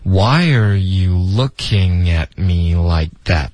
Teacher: Looking 跟 at 这两个字的词组很常见。OK，然后我们就用这个后鼻音的连读了。Lookingat， kingat， king 后面嘴巴张开到一个 a 音，kingat。特的音省略 looking at me why are you looking at me likethat， like 的科省略， that 的特也省略